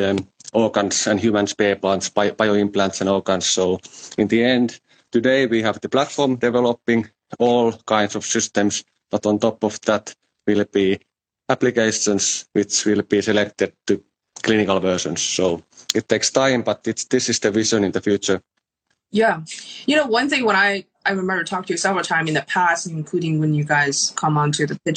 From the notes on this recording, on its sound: on Instagram Live